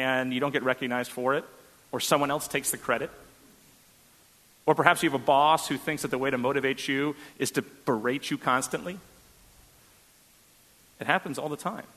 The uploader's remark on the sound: on May 14, 2017 at First Congregational Church of Houston.